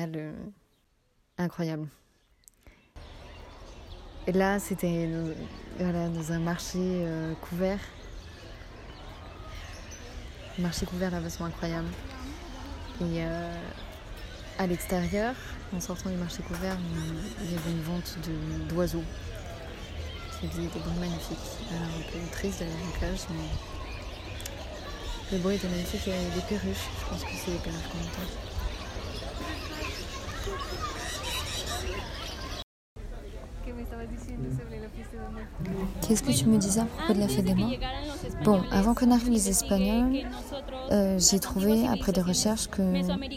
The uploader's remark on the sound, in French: Un podcast d’immersion sonore qui vous plongera dans l’ambiance délicieuse du Mexique. Vous laisser guider par les bruits de la rue.